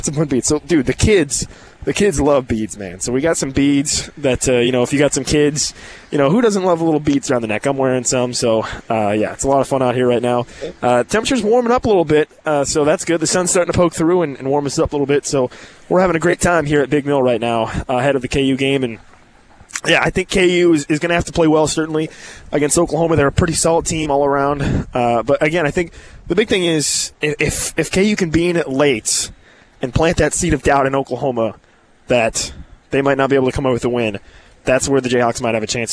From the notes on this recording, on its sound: KU Tailgating Show at Big Mill. Live pregame show.